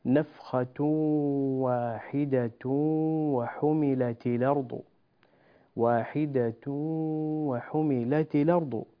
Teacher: كذلك في قوله تعالى إذا وصلنا نفخة واحدة وحملت الأرض، واحدة وحملت الأرض، نفس الحكم السابق، نفس الحكم السابق، إدغام بغنة، تنوين بعده واو، والواو من حروف الإدغام بغنة